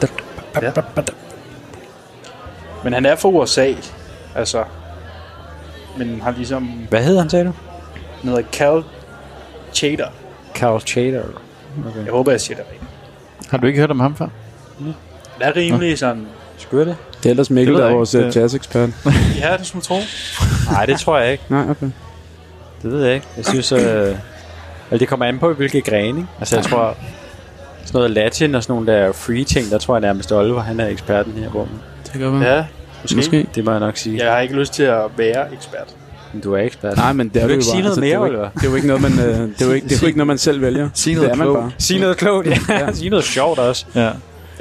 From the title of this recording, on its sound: Live fra den hemmelige jazzklub